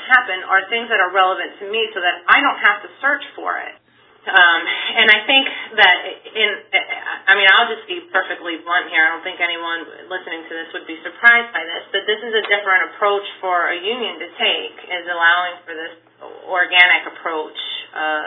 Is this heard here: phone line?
yes